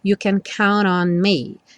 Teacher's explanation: o N já juntando o count com o on